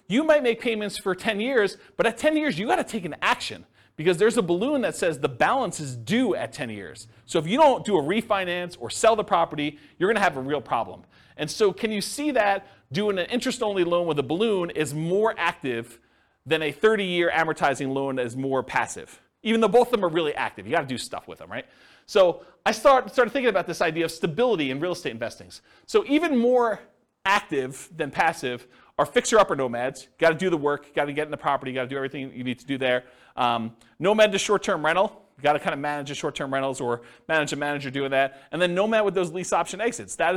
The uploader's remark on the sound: This was a live class recorded